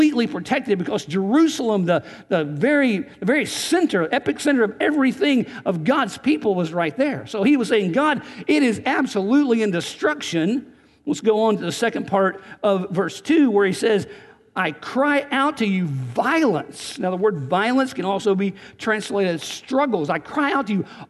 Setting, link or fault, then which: setting, large echoing room